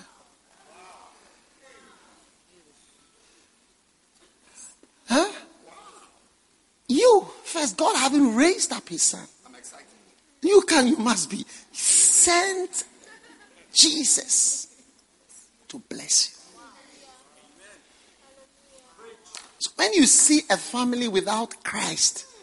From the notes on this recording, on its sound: Preached at the First Love Thanksgiving Service